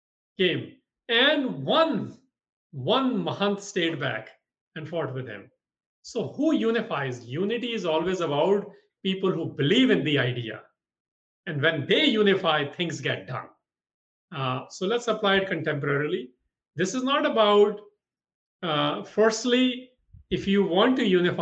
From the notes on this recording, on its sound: From a live webinar recorded on June 29th, 2020. This episode of The Sikh Cast is from a live webinar.